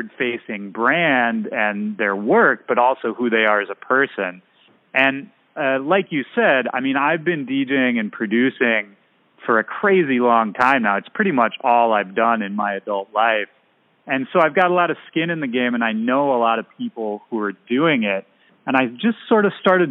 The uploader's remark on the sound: Checking in via phone from San Diego.